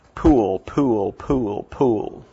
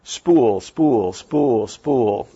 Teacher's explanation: So I want you to put your hand in front of your mouth, and I want you to say the word pool, pool, pool, pool. You should feel a big puff of air hitting your hands. · Shown in: first take · Now I want you to say the word spool, spool, spool, spool.